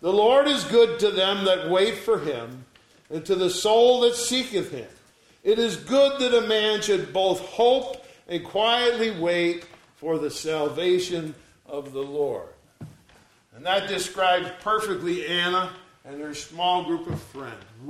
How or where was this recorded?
large echoing room